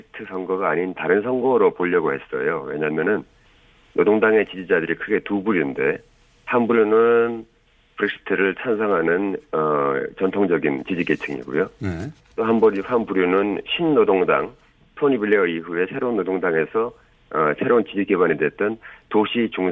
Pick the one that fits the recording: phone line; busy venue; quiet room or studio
phone line